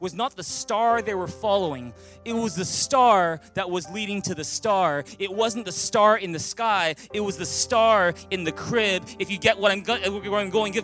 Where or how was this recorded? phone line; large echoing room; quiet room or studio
large echoing room